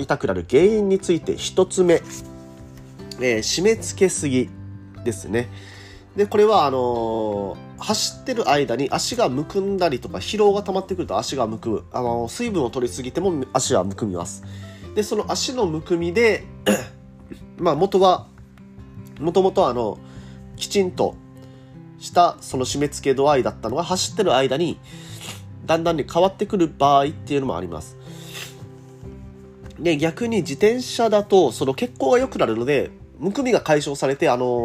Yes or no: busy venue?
no